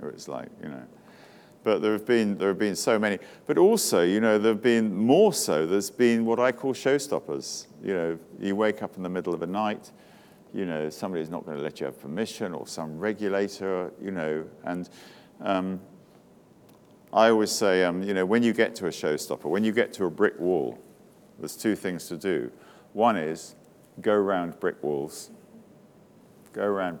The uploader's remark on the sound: speaking to a crowd of attendees at Day 1 of the Elite Business Live event on March 9